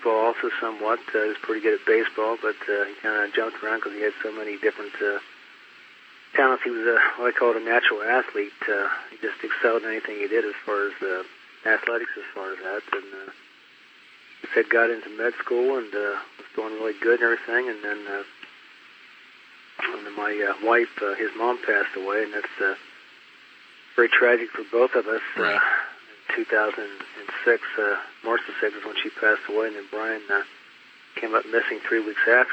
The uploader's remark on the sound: The audio has not been edited, the interview was conducted in 2007 over a phone line, with some clarity issues later on, but nothing major.